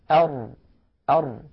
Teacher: يصطدم طرف اللسان مع ما يحاذيه من الحنك الأعلى، لكن يبقى هنا في الوسط يبقى فرجة بسيطة، فتحة بسيطة، لأن اللسان مقعر هكذا، اللسان مقعر هكذا.